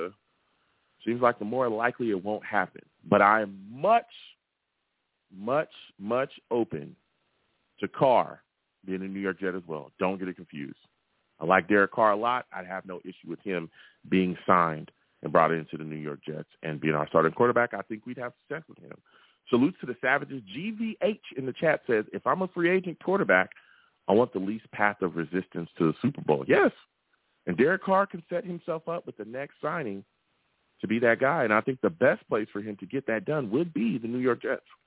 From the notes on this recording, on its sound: Live at 7pm eastern. I take live callers!